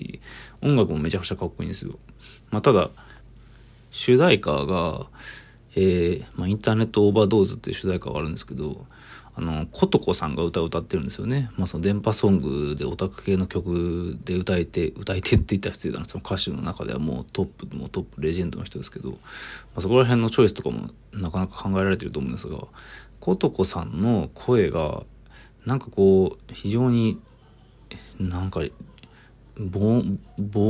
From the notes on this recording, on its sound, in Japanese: From Radiotalk。ボイスメモです。